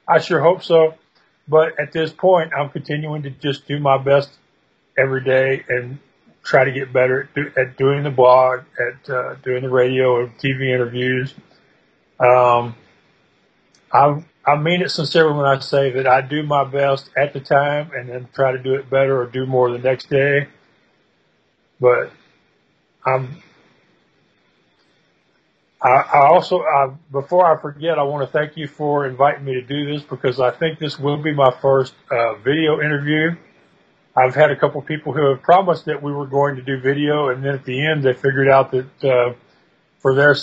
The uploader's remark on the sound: He had a crazy idea of having me address their group via Skype. Q & a with kent university student blogging society.